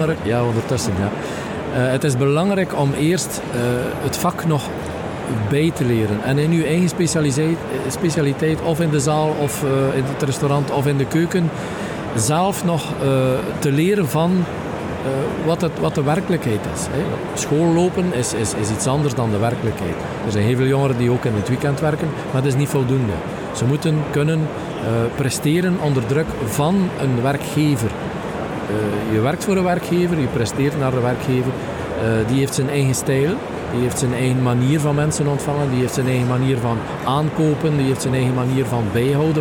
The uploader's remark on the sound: Horeca Expo Live